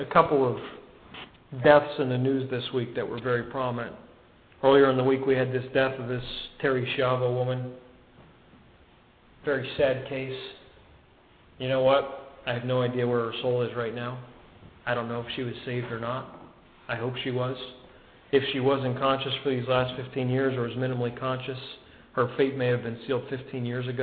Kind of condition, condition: setting, large echoing room